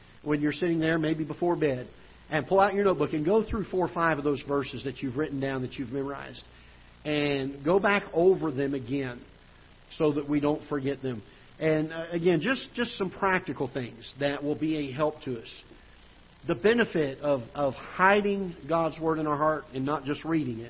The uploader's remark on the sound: Ketha Heights Baptist Church ~ Live Broadcast